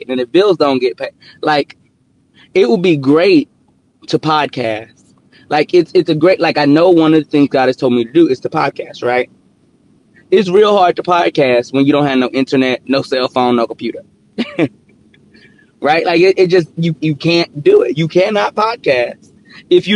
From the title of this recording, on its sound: Car Edition